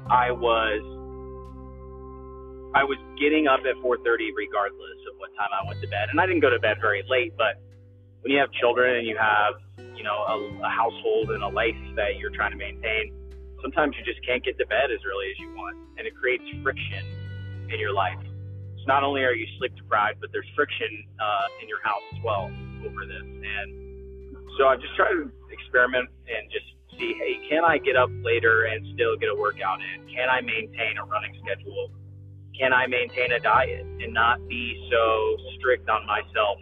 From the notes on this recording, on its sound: Random thoughts while driving.